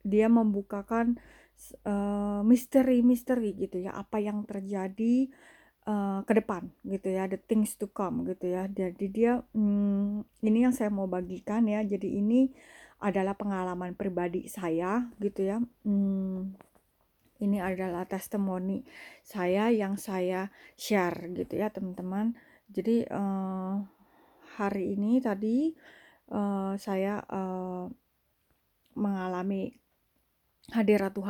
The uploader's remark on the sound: my voice in this recording is probably too low.